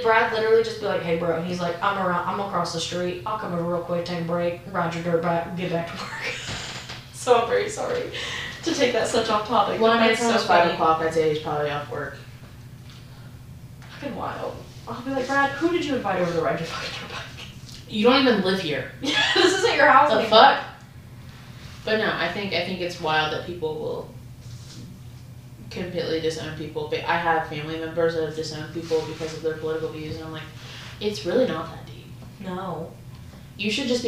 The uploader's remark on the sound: Ran out of storage on my MacBook. If the audio sounds weird its because I had to pull it from the video.